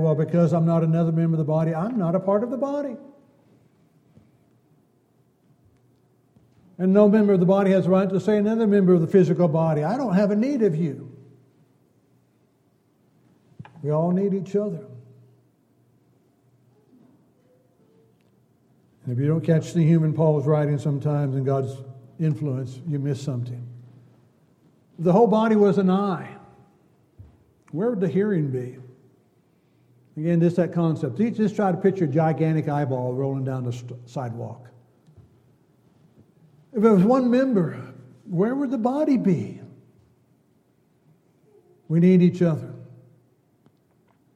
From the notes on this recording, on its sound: Downtown Church Of Christ Audio Sermon